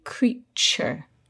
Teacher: the T is not pronounced T, as in two. It's pronounced Ch, like in cheese. · Term: ch sound